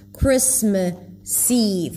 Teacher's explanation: When he connects it to the next word, it feels like the S begins the next word.